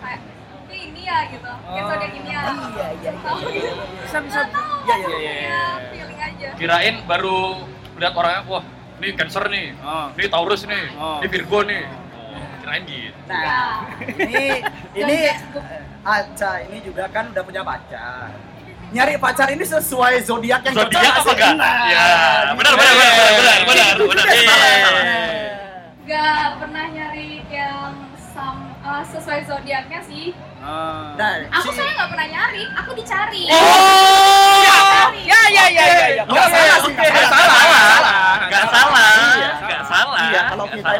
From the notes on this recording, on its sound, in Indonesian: untuk pertama kalinya kita live podcast di Denpasar Festival